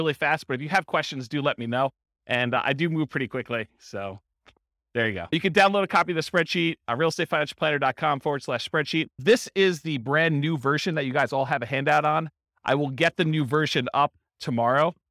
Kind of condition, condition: setting, live audience